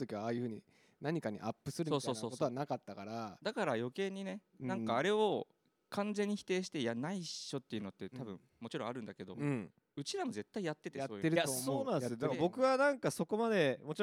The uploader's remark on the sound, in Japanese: 代官山蔦屋書店での公開録音の巻。代官山蔦屋書店での公開収録の模様をおおくりします。2回目の公開収録もたくさんの方々に来て頂き、感謝です。